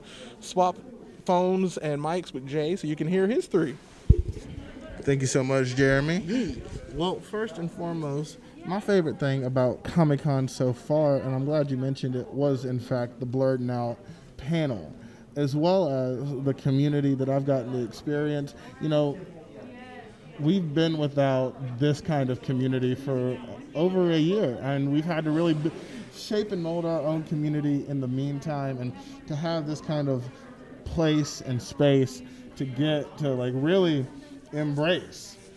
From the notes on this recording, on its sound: The guys are LIVE at Kami-Con 2022 in Birmingham, AL! Check out some interesting interviews from Blerds that we got to meet over the course of the weekend!